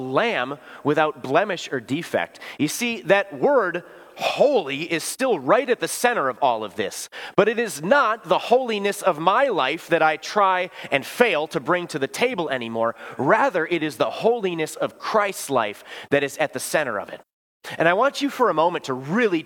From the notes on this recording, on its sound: Bethany, Appleton, WI. Preached this sermon at Bethany's Sunday worship on April 23, 2023.